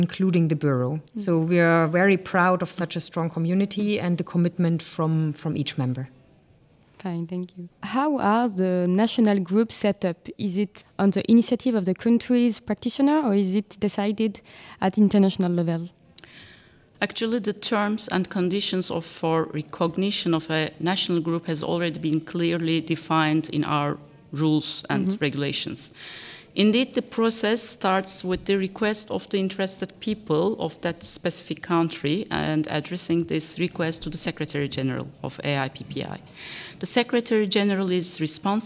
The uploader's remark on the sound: Marking the beginning of a special series recorded on the sidelines of the AIPPI World Congress 2023 in Istanbul, Turkey.